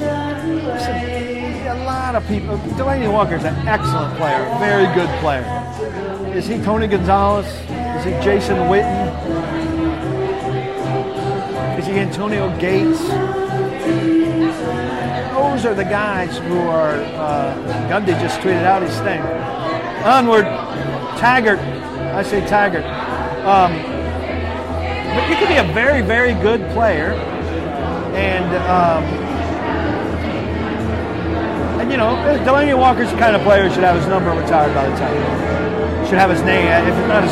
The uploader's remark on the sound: answers questions live from Old School in Franklin